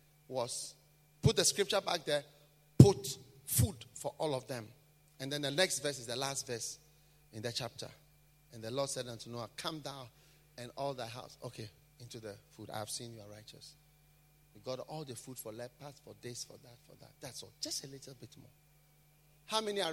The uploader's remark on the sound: Preached at a BENMP service in London, UK